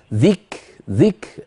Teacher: وإذا نطقت كافا ساكنة فبين الهمس بعد الشدة هكذا · لا بد من بيان الهمس، لا يكفي الشدة يا أخي. ذك ذك شدة ثم همس.